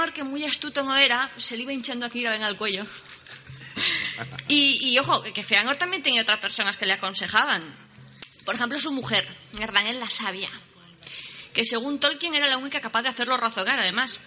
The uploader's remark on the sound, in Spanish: Grabado en directo desde la convención anual, y con una muestra de la misma: lecturas, poemas, canciones, clase de élfico. Los audios grabados en directo necesitan mucha más edición de lo normal.